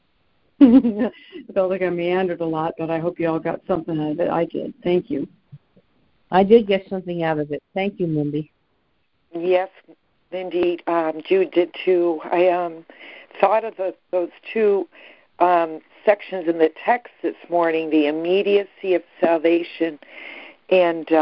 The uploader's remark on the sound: ACIM Daily Conference Call.